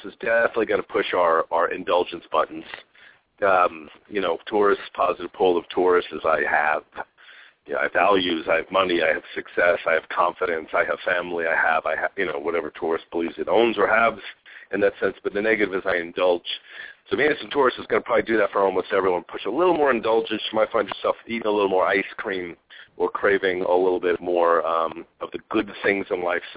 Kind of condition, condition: link, phone line